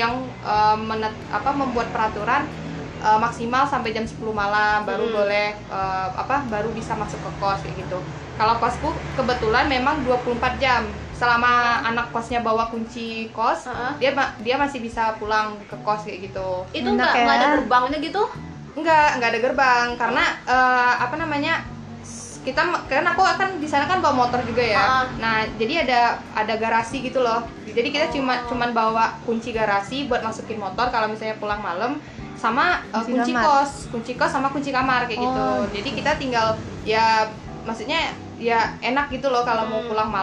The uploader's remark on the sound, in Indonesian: Mohon maaf suara bising karena resiko rumah dipinggir jalan + lagi ada yg renovasi rumah.